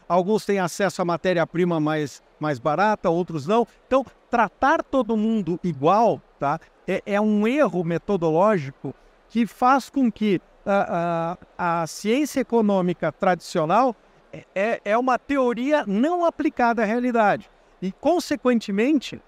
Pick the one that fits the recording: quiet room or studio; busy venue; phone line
busy venue